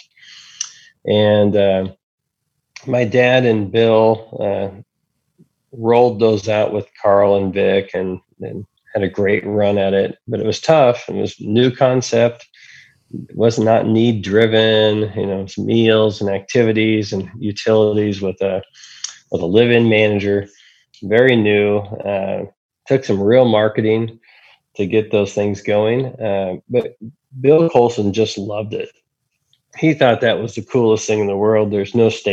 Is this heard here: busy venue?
no